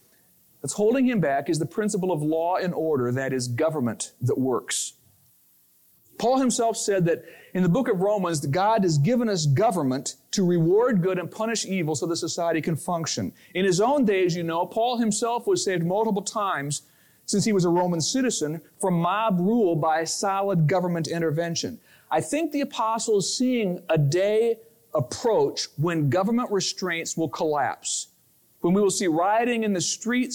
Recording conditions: large echoing room